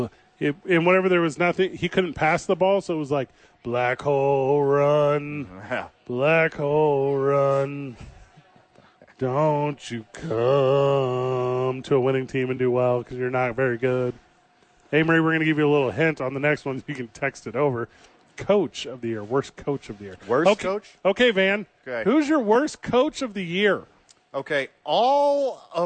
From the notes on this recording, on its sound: live at Safe House